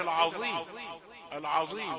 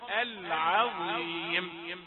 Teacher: حرف العين يا أخانا حرف العين مرقق · Shown in: second take · العاء ثم تأتي بالضاء المفخمة العظيم.